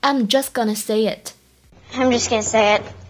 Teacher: 它末尾的话呢，哎，还有一个 t，在这里的话呢，失去了爆破，所以只做口型不发音 · IPA: [dʒʌst]